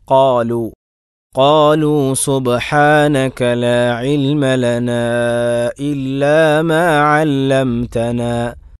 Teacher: ഖ തഫ്ഹീമാക്കി അതിനെ ഖനപ്പിച്ച് ഉച്ചരിച്ച് വായ നിറച്ച് പറയുന്ന അവസ്ഥയായിരിക്കണം